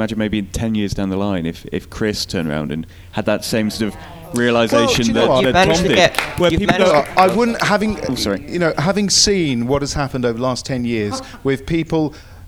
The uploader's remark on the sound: We head over to Los Angeles for our latest podcast. Field questions from the audience at the recent Gallifrey convention!